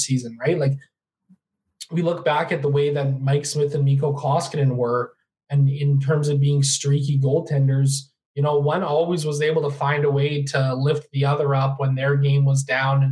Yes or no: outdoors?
no